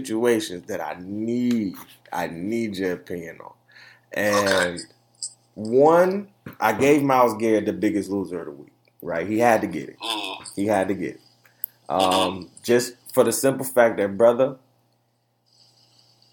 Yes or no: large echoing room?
no